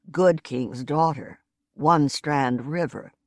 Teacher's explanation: A pair of unstressed syllables lightens each line before it delivers the weight of three stressed syllables in a row